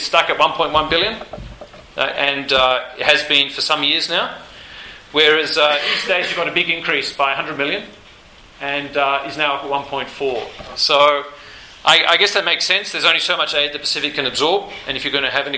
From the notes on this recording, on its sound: This podcast includes Q&amp;A from the event. 2013 aid budget breakfast.